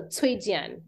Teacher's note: the C would be pronounced like a ts